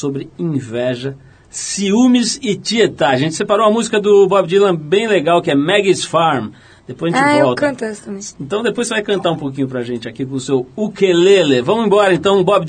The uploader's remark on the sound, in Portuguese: a participação por telefone